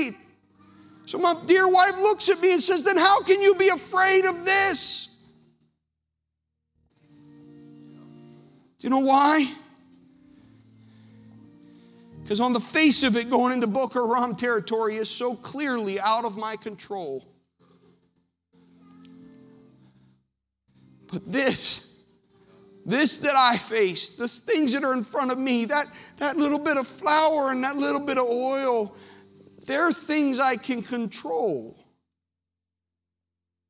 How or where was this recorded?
large echoing room